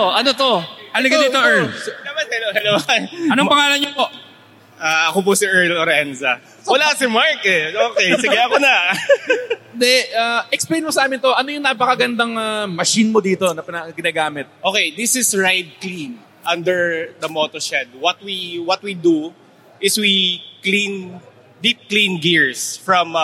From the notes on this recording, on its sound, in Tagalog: First time namin mag-record kami ng live sa Metro Tent Convention Center sa Pasig City. First time din namin sa Philippine Motor Heritage Weekend.